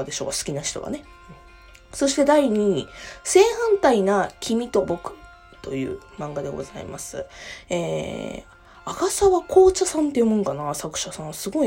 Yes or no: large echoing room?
no